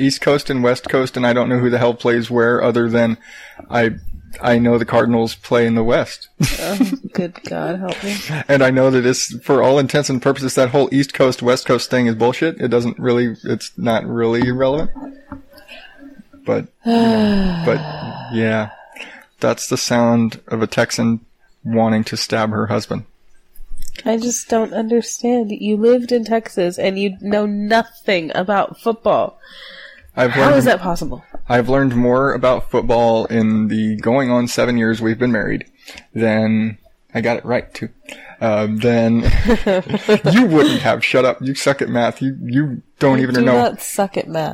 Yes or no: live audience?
no